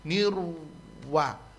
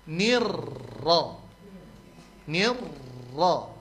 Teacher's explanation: Nah, saat turun bibir itu, maka saat kita menyebut huruf ra tapi bibir juga ikut turun, artinya waw juga ikut tersebut. · Shown in: first take